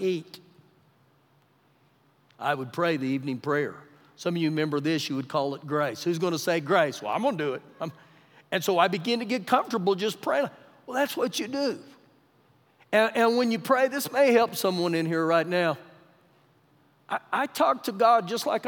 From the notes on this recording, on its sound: Recorded live during our Wednesday night service.